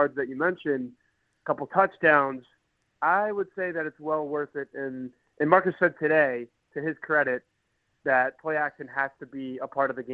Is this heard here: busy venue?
no